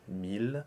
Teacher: But here we have one of our exceptions, mille, where the ILL does not turn into a J glide. And the ILL, again, phonetically, is then only an IL with one L.